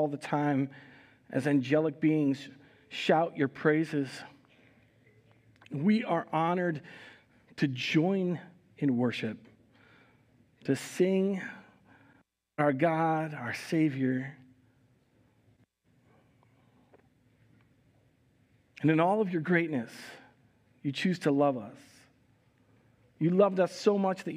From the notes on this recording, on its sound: Recorded live at Word of Life Church in Le Sueur, Minnesota on May 1, 2022